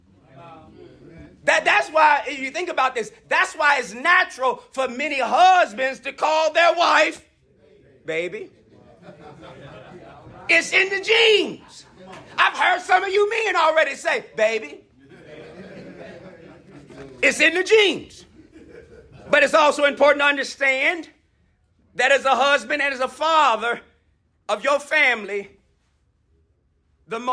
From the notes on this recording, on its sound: addresses a group of men during the breakout sessions of the 2023 Building the Bridge Conference held at Royalwood Church, Houston, Tx.